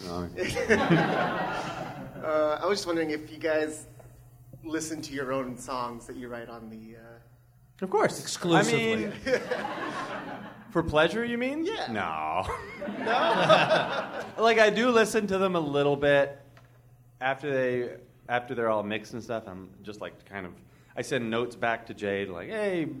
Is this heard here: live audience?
yes